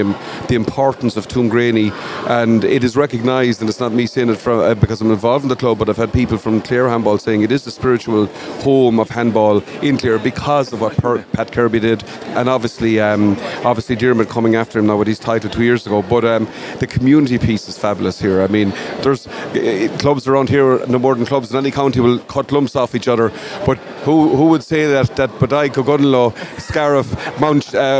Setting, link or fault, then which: setting, busy venue